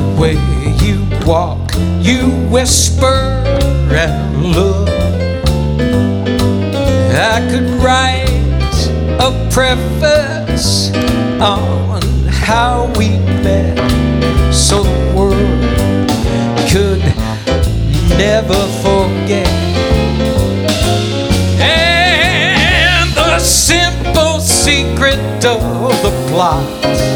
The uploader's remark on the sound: Live at the SouthPoint